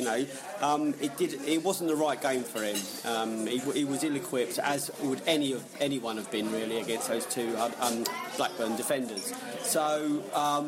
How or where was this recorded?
busy venue